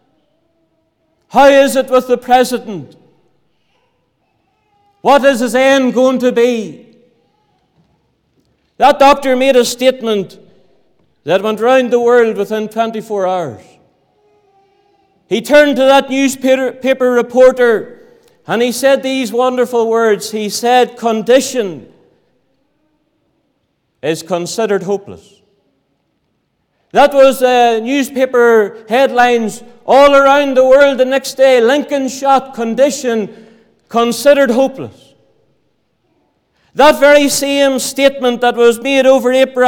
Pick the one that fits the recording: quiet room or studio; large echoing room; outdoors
large echoing room